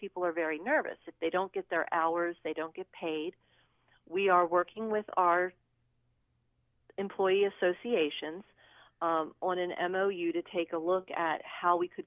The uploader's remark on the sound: by phone